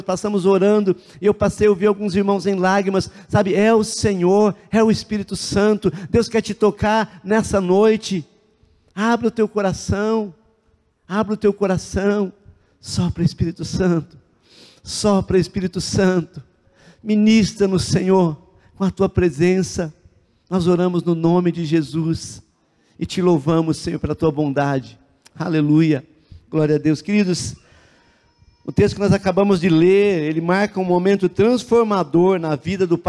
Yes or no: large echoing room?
yes